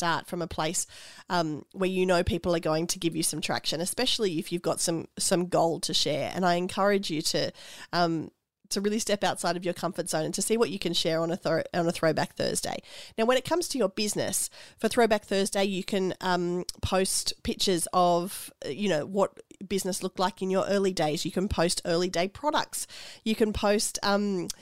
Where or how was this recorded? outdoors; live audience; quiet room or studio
quiet room or studio